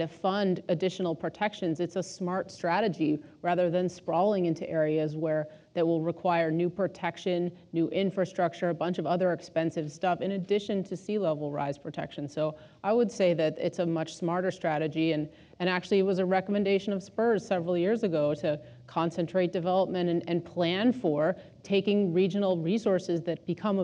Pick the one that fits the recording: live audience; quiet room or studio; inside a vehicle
live audience